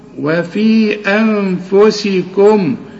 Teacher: وفي أنفسكم، طبعا عند الوصل هتمد أربع حركات المد ده، تقول لي وفي عند الوصل، وبعدين لأنه بعده همزة، ولنون اخفيها أنفسكم، وفي أنفسكم اخفي النون وما تظهرهاش